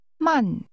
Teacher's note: Slow is pronounced with a falling tone.